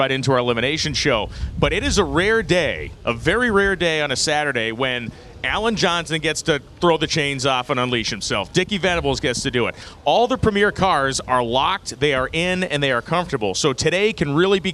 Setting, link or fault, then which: setting, busy venue